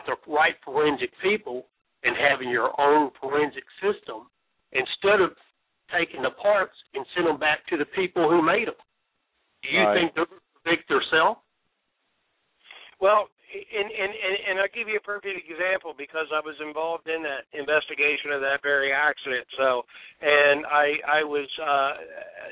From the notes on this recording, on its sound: We open up the phone lines in our Trucking Open Forum show